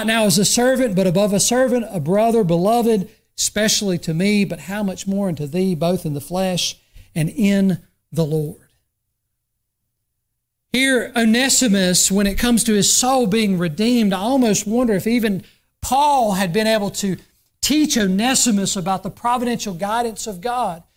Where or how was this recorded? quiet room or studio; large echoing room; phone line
large echoing room